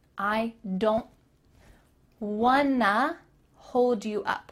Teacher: want to is linked together and makes wanna.